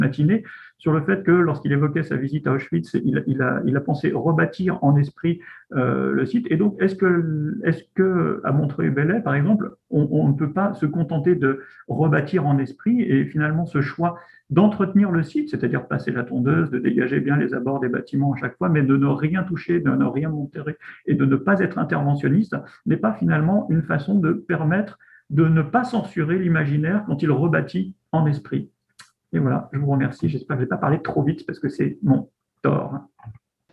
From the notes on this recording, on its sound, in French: Enregistré sur Zoom le 4 février 2021